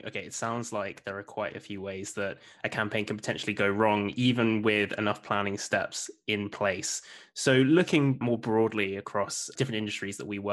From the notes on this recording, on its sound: joined over Zoom